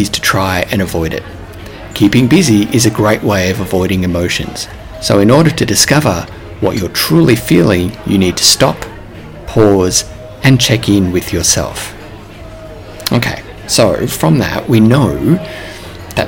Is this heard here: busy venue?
yes